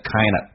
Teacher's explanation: kind 跟 of 有一个缩读现象，直接可以说成 kindof， v 都可以不发音